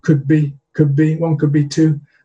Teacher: the D in could will sound like a B